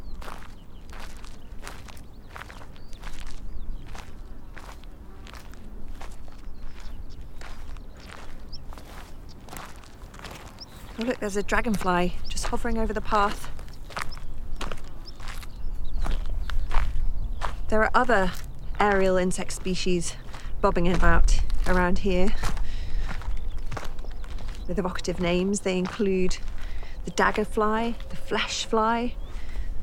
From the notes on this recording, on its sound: The literary soundwalk continues through Harpford and Aylesbeare Commons: both RSPB reserves.